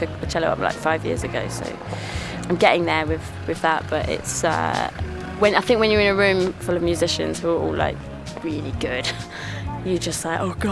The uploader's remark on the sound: at Shambala Festival